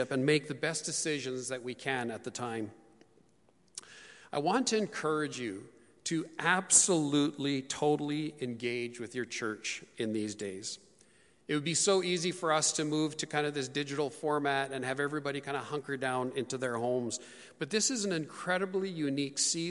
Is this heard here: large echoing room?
yes